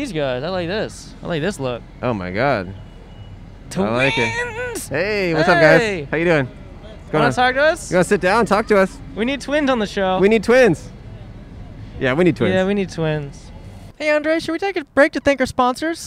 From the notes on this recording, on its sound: Recorded on 4/16/21 on Hollywood Blvd in Hollywood, California.